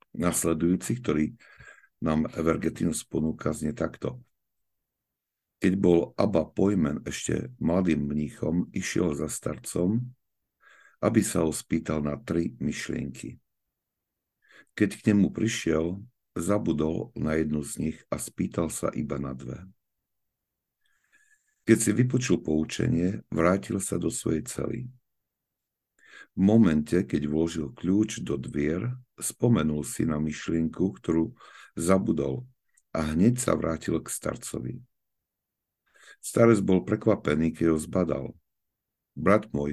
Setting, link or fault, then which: link, video call